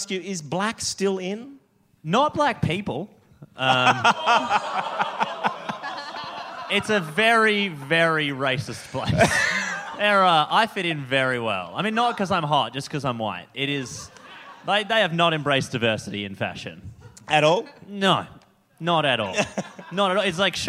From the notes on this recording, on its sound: Recorded live on stage at Giant Dwarf